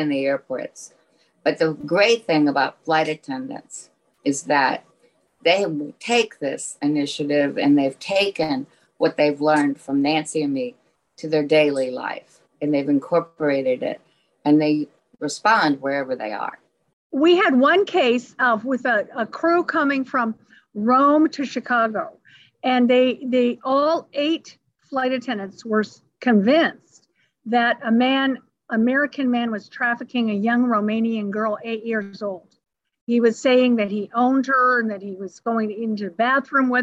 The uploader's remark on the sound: recorded over Zoom